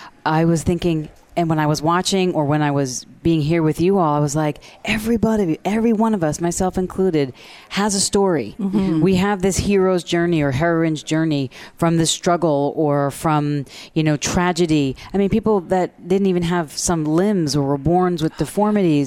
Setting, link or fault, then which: setting, busy venue